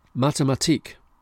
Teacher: Mathematik, stress on the last syllable.